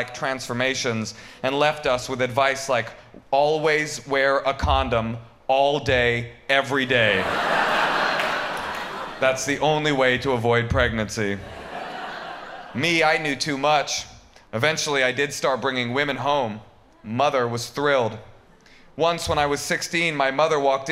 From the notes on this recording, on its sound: These performances from our recent live show